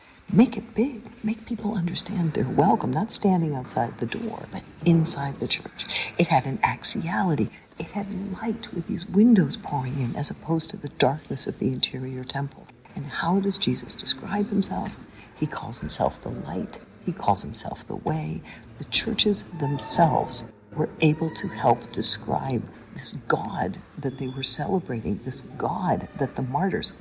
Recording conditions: background noise